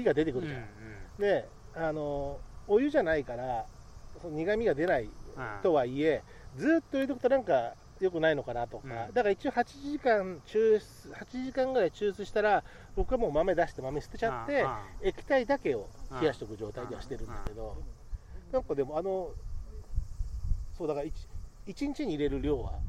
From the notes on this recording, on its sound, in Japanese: 午後の河原にて。時折風の音でお聞き苦しいところもあると思いますが、ご容赦ください。